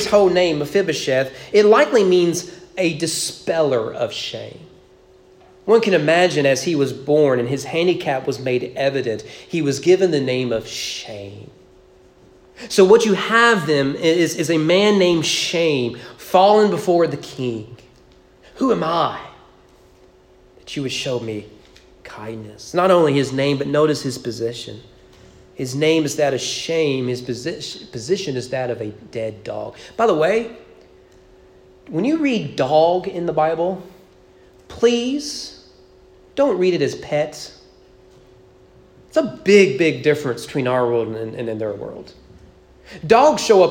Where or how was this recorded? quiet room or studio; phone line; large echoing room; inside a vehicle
large echoing room